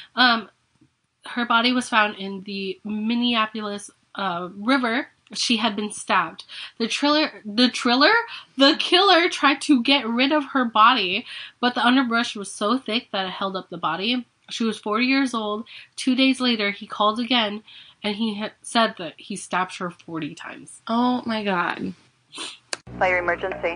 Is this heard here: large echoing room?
no